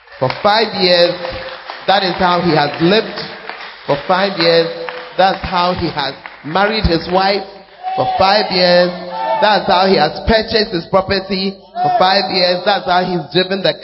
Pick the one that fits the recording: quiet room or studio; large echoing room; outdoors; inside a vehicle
large echoing room